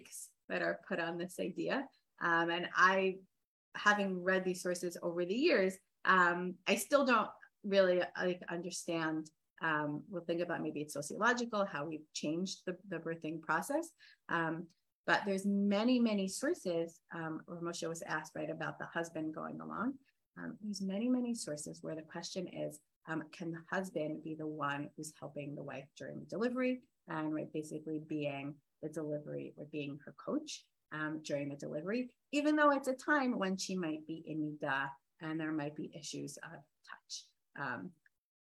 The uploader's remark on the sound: This audio was originally captured from Zoom